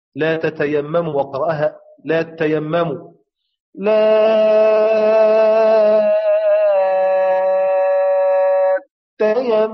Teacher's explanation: قرأ البزي بإدغام التاء في مثلها وجعلها تاء واحدة